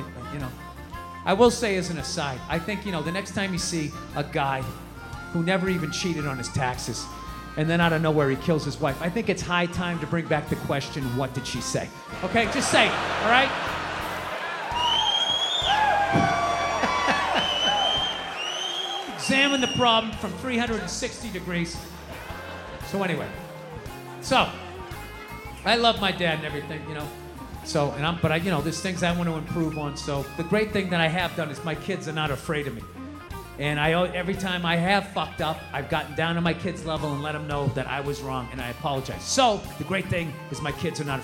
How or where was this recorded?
live audience